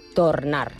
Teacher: I no vaig pronunciar la R. En canvi, al País Valencià, què fan? la O es pronuncia tal qual i també pronuncien la R.